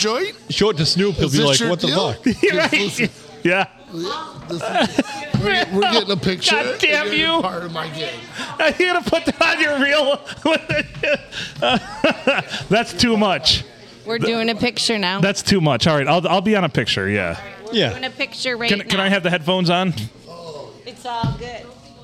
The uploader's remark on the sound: Recorded at the Blue on a wild Monday night in lovely Port Sanilac.